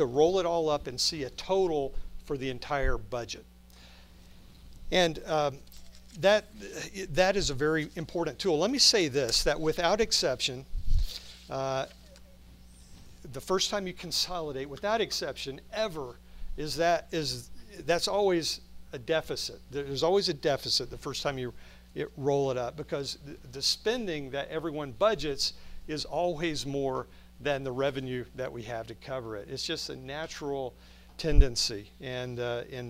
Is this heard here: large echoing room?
yes